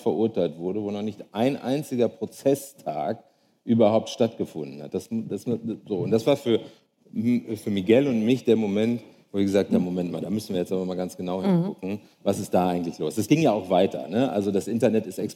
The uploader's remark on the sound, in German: Liveaufzeichnung von der Langen Nacht der ZEIT (Teil 1)